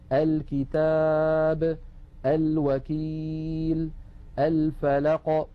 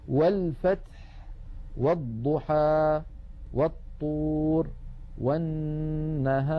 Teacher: همزة الوصل سقطت لأنها قد سبقت بحرف فصارت في درج الكلام · Shown in: second take · والفتح، والضحى، والطور، والنهار.